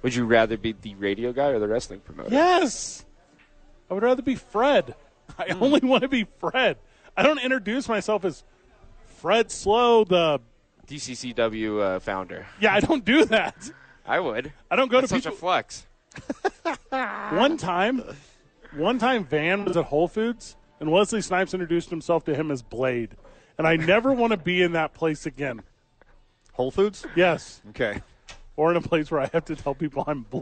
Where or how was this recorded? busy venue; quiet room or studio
busy venue